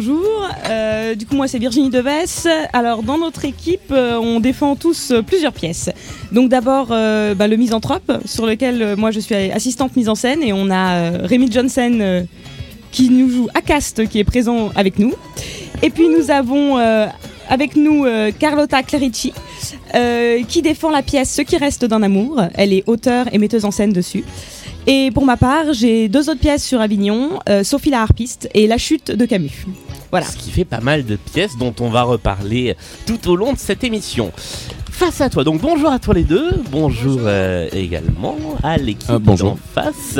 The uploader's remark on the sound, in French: Deuxième halte de notre tournée d'été, à Avignon pendant le festival ! Nous avons enregistré à l'heure du petit déjeuner, à la terrasse du Cid Café qui nous a accueilli.